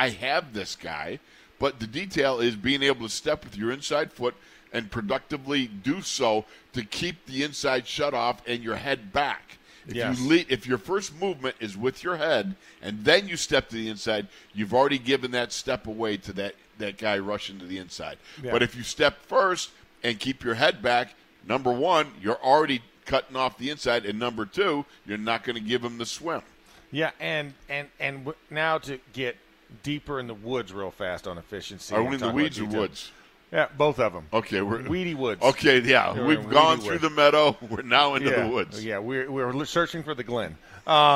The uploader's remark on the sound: In the Locker Room Live from Steelers Camp Day 9.